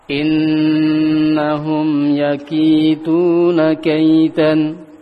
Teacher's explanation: In di awal kalimat ada nun tasdid, maka disempurnakan, yakni gunahnya, sempurnakan gunahnya.